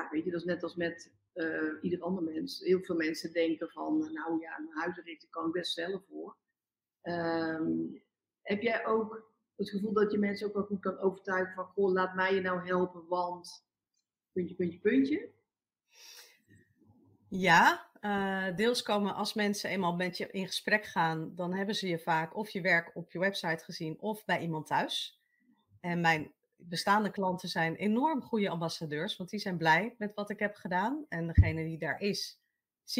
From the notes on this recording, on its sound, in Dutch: opgenomen op 2 verschillende locaties met de bijbehorende wisselende audio-kwaliteit